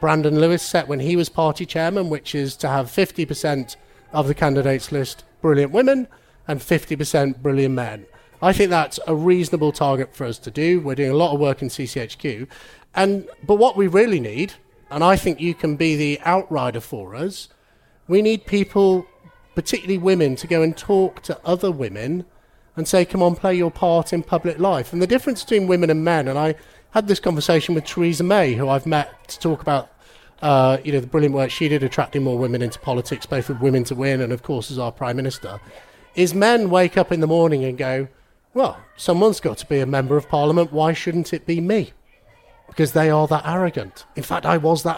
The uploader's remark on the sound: Live at the Conservative Party Conference. Well-timed heckling from the protestors outside the tent.